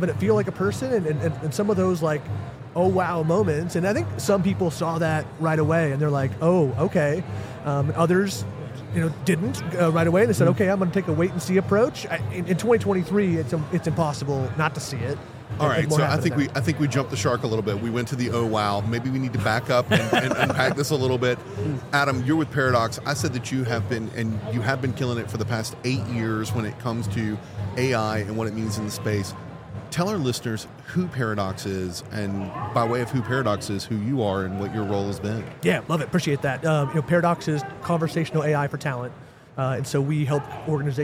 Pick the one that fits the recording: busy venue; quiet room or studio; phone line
busy venue